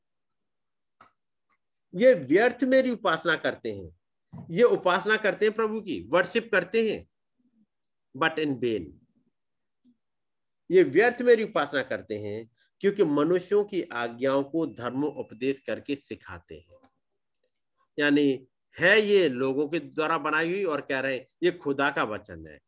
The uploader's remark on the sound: Arunachal Pradesh. Zoom Meeting.